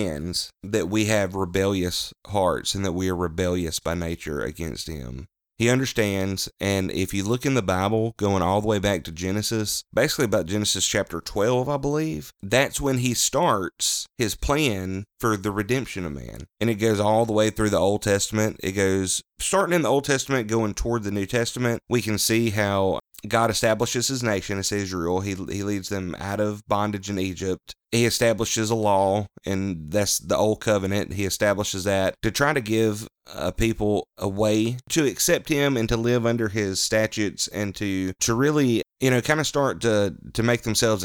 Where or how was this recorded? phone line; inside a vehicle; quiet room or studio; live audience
quiet room or studio